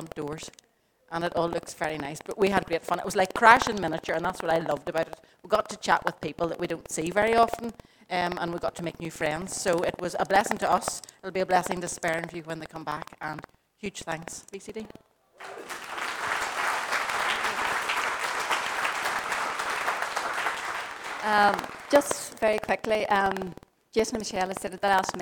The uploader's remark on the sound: Recorded at our storehouse venue.